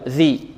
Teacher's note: تخرج مخرج واحد وهو طرف اللسان مع طرف الثنايا العليا · Term: الذال